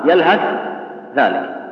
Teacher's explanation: فمثلا يوم قلنا لكم مثلا يلهث ذلك مثلا ها يلهث ذلك، إذا قرأنا بالإدغام خلاص نقلب الثاء إيش ذال وننطق بذال مشددة مخرجا وإيش وصفة